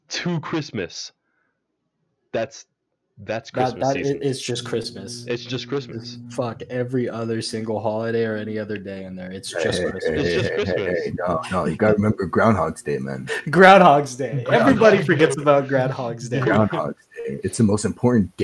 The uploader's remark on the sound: Sorry for some of the mic quality we are working on getting it fixed.